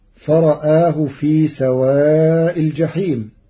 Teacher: قرأ ورش كلمة فرآه بتقليل الراء والهمز معا مع تثليف البدل.